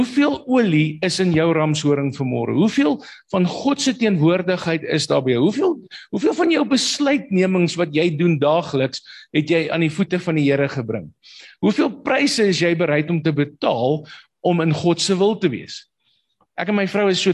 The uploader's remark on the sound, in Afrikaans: Manne van die Woord Zoom Byeenkoms